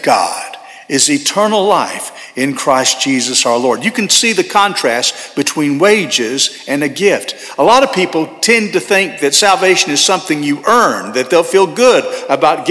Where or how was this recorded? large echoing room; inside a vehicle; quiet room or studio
large echoing room